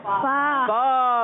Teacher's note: کے دانت اوپر کے دانتوں کا اوپر کے دانتوں کے کنارے جب اوپر کے دانتوں کے کنارے لگتے ہیں اور نیچے کے ہونٹ کے تر حصے سے لگتے ہیں تو ادا ہوتا ہے